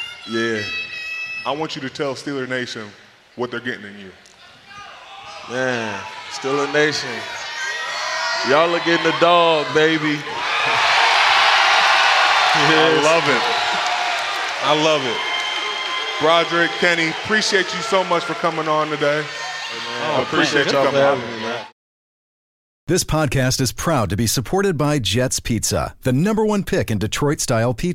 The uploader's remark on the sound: Live at the Steelers draft party!